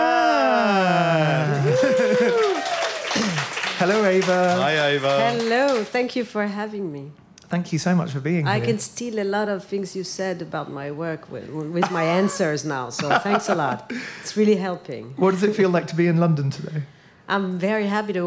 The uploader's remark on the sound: Talk Art Special LIVE EPISODE with Ruinart! Live from London's Frieze week, this inspiring episode was recorded in the Serpentine Pavilion designed by Lina Ghotmeh in front of a live audience.